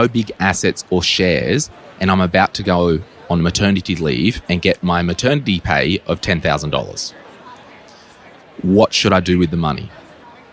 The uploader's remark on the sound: Live at FinCon22. This episode was recorded live in the expo area at FinCon22, Orlando Florida.